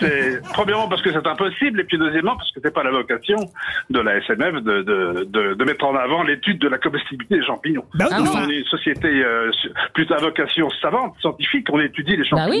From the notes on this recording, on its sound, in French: au téléphone des Grosses Têtes